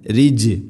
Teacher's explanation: ജീമിനെ ഖൽഖല ചെയ്യണം, ശരിക്കും അത് കേൾക്കണം